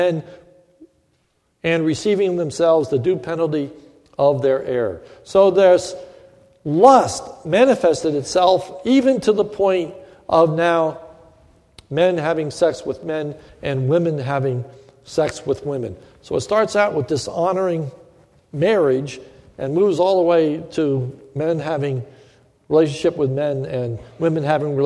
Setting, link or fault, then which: setting, large echoing room